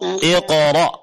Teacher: Nah, di sini huruf qafnya tetap diqalqalahkan ya.